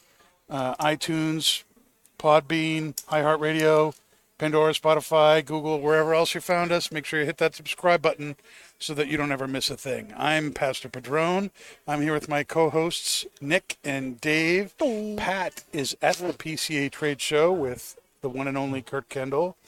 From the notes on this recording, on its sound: Recorded live from the 7-20-4 Lounge!